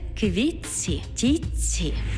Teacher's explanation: У словах «квітці» та «тітці» звук «ти» переходить у м'який подовжений звук «ц» – «квітці» – «тітці».